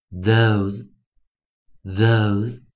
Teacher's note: 所以 those 的中的 th 我们是发出有声的浊音，嗯嗯嗯，并且配上 se 哦，也要念成有声的浊音啊，thosethose。those 啊，所以记得我们来讲一个发音的一个练习啊啊，什么时候念有声，什么时候